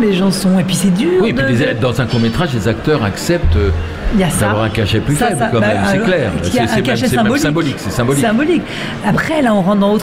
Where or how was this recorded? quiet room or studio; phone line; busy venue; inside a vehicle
busy venue